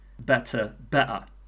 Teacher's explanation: So we are talking about T-glottalization here, and that's when T sound or T sound is replaced by a glottal stop, as in better, better.